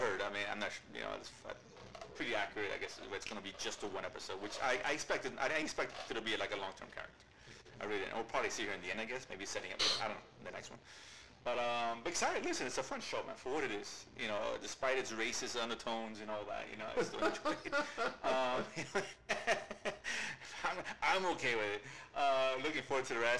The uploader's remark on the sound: Apologize for the sound issues. In the middle of a 23 hour Donkey Kong Country Marathon when we were recording.